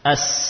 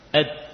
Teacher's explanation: As, suaranya berjalan mengalir. Dal, suaranya berhenti. Ed, tertahan pada makhrajnya. · Term: rohawah